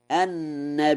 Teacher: قرأ ورش: النبيين بالهمز مع تثليث البدل